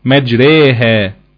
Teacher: أن تنحو بالفتحة نحو الكسرة وبالألف نحو الياء · Term: إمالة